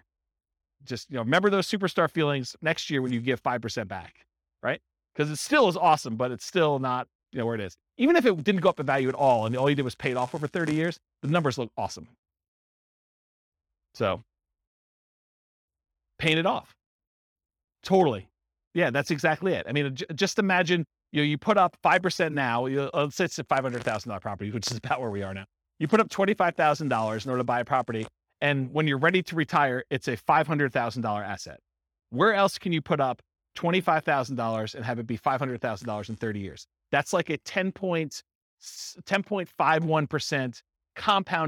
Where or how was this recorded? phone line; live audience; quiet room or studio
live audience